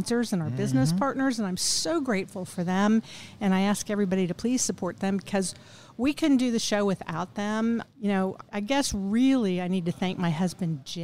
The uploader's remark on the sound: Recorded at Tusculum Brewing Company